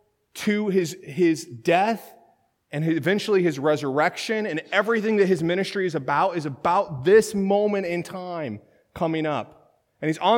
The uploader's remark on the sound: This sermon was originally delivered at Third Christian Reformed Church in Lynden, WA on March 31, 2019.